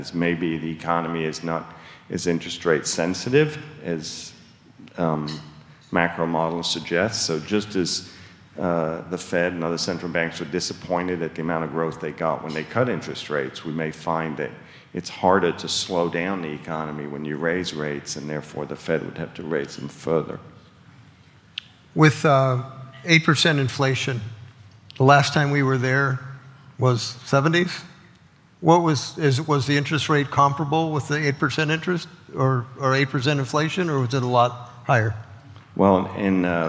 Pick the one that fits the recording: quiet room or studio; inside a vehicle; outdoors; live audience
live audience